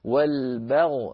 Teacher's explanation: ننتقل من الباء المرققة إلى الغين المفخمة · Term: الباء مرققة